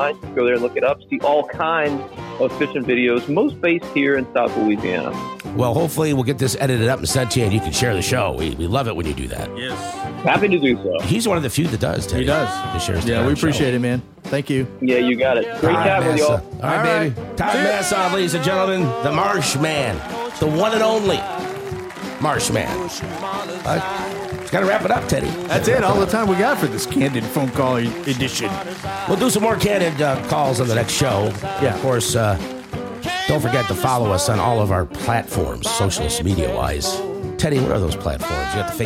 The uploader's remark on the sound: Candid Phone calls